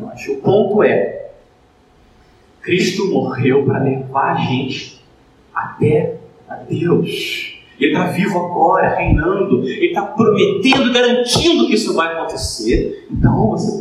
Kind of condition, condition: setting, large echoing room